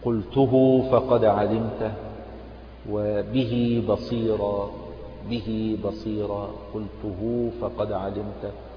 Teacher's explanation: فهذه الواو وهذه الياء تسمى مد الصلة الصغرى، وهذه تمد بمقدار حركتين